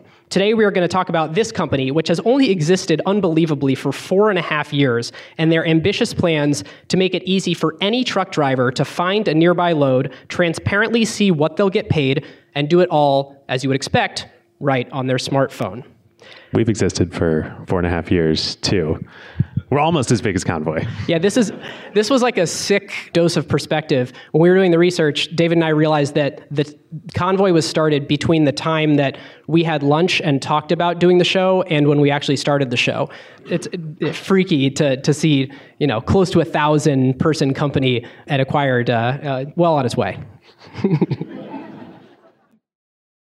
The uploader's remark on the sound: Coming to you live from the University of Washington. Are joined by hundreds of awesome Seattle listeners (and a few non-Seattle listeners!).